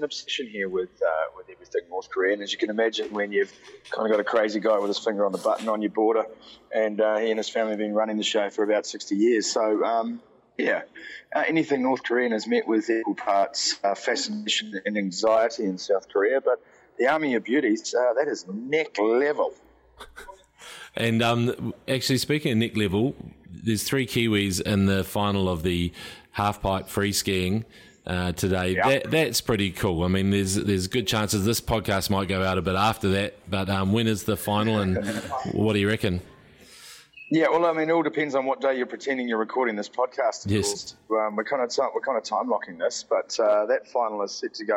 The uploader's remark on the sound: joins the pod over the phone with a mouth full of kimchi